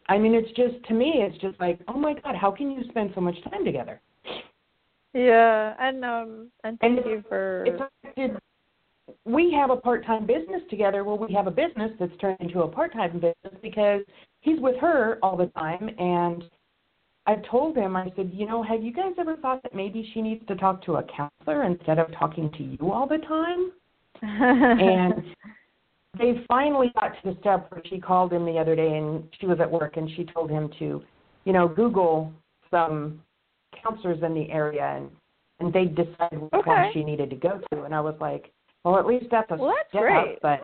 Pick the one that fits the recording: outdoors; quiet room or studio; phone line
phone line